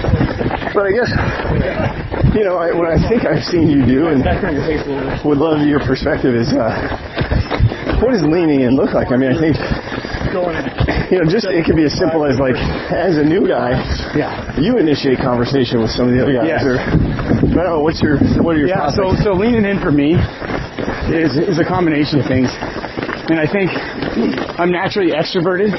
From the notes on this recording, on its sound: This episode was recorded during a half marathon